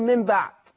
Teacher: الله، ده هو أصلها من، أنت قلت مم، الله، ده أنت حولت أو قلبت النون إلى ميم · Term: إقلاب